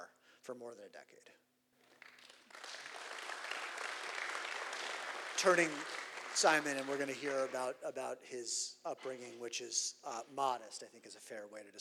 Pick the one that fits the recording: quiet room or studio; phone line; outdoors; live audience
live audience